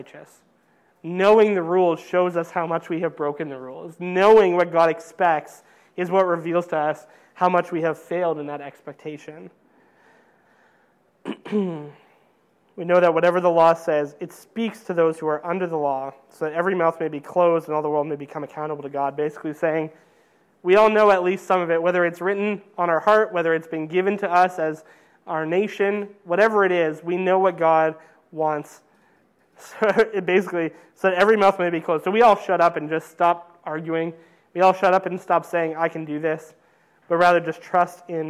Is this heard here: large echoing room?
yes